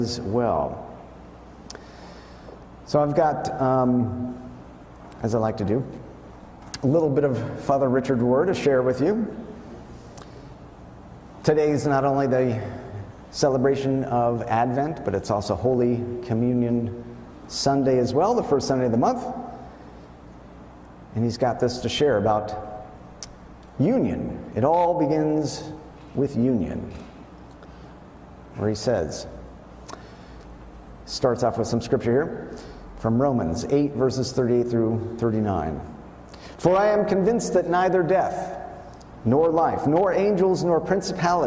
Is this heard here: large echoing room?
yes